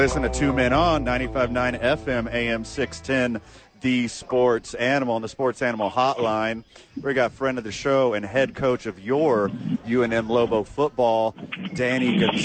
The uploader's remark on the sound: live from ABQ AXE!